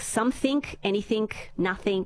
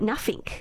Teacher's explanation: That's like a whole new world when the TH is an F and the G is a K.